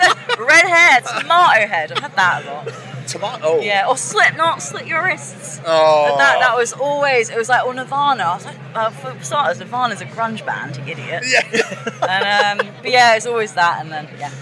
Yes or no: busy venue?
yes